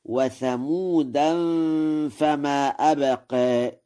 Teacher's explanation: قوله تعالى: وثمود فما أبقى، قرأ ورش: وثمودا فما أبقى، بتنوين ثمود مع الإخفاء